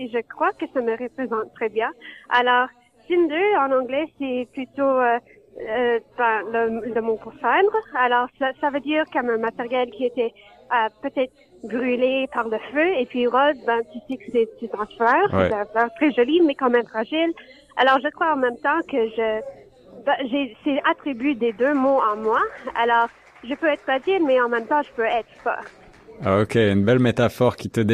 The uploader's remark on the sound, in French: En direct du Gala de l'Association des Francophones de la Région de York (AFRY)